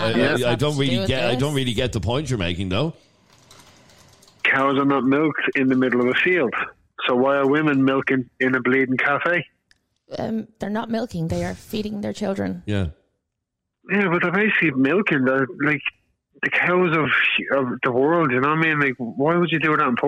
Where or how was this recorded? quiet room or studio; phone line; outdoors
phone line